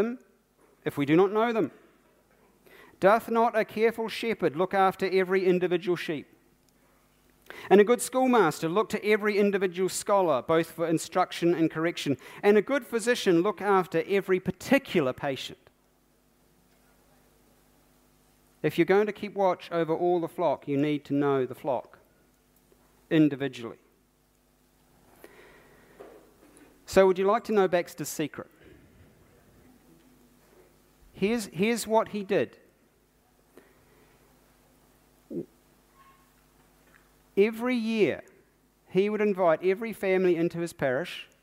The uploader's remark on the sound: keynote from the Baptist National Hui 2019